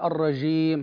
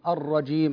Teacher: الجيم حرف شديد، يعني أقول أعوذ بالله من الشيطان الرجيم، يعني أحبس صوت الجيم الرجيم هكذا · Shown in: second take